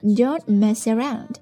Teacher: Don't,词尾的 T,省掉